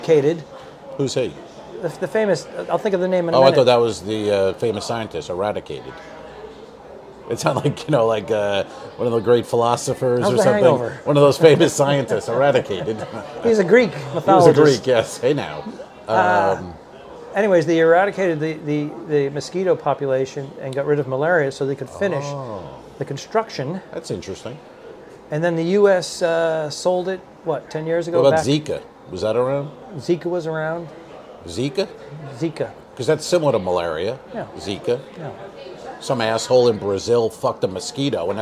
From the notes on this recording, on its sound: LIVE from Grand Cathedral Cigar Lounge in Ybor City, Florida. The boys smoke cigars in a lounge and bitch about things.